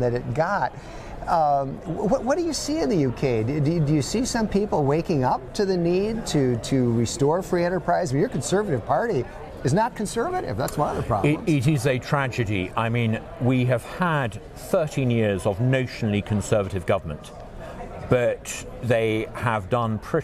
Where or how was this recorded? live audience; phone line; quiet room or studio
live audience